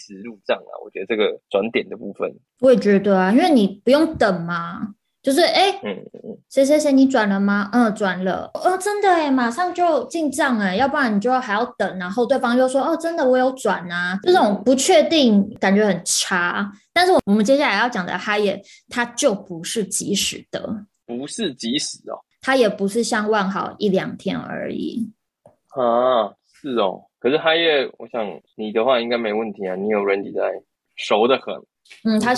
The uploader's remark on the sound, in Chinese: 很抱歉這次因為無法克服的原因，因此我們只能線上錄音